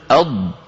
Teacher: لكن ما عليها اتكاء وضغط هذا بالنسبة للجزء العلوي بالنسبة لللسان لما أنت تقول أض وينقفل كل هذا كل الحواف تنقفل صار الصوت محصور